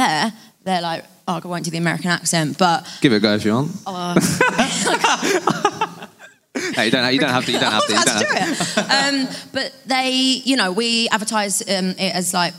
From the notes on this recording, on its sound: LIVE Podcast in London. We took over 26 Leake Street in Waterloo & here is the brilliant conversation we had at our LIVE podcast event.